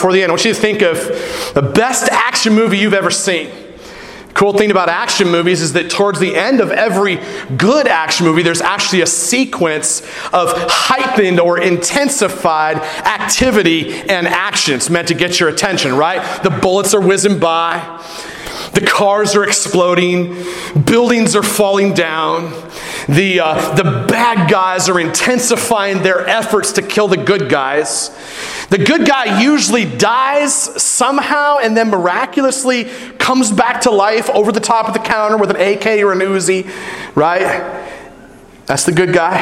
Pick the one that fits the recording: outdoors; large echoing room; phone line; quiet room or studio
large echoing room